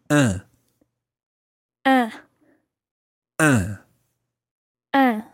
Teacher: And it's got a slight nasal sound to it.